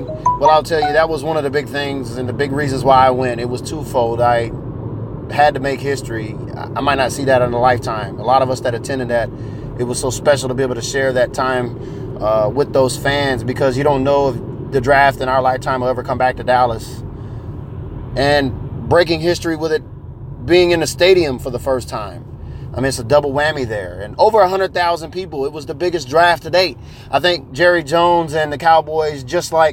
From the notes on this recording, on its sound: Upon landing back in Seattle I take a few minutes on the drive home.